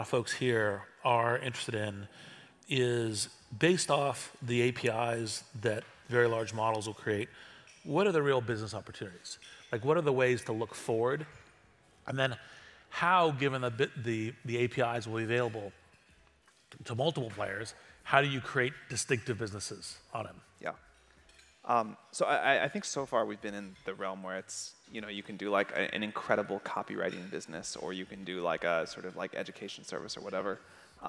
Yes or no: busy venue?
yes